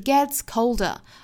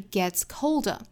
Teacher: 这两个单词都是实词，但是我们如果重读的话要选择在后面这个词重读 · Shown in: second take · ，所以不是 gets colder 而是 getscolder。